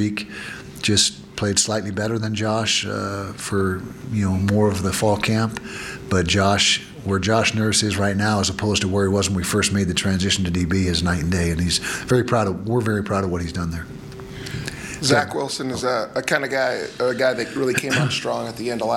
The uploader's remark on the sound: Press Conference - August 26, 2019. Addressed the media ahead of the season opener against BYU.